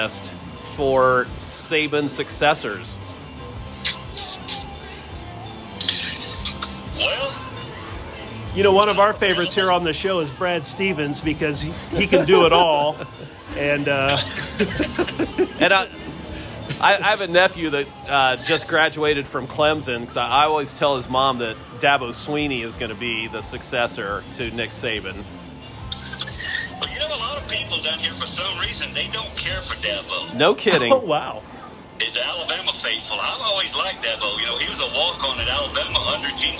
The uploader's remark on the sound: On location from Deviate Brewing.